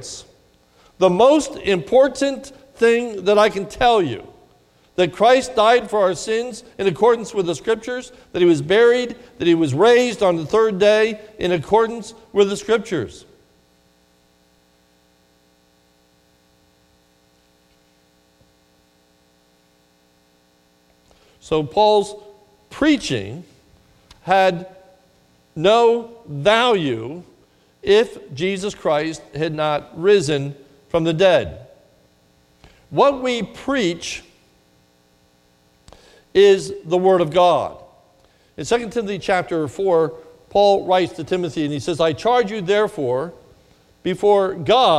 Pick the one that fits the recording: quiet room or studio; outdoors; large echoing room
large echoing room